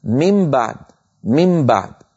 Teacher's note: قلبت النون إلى ميم شفوية والباء التي بعدها من الشفتين، فأنا هنا أطبق شفتي على ميم مقلوبة عن نون، يعني كانت من بعد صارت الآن مم بعد.